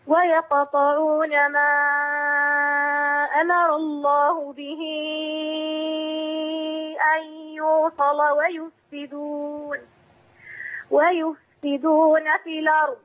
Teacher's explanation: اللام اللي هي يوصل مغلظة. خلي بال حضرتك هتبقى في الوصل مغلظة.